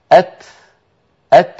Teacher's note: فيتبع التاء بنفس وسط · Term: مهموستين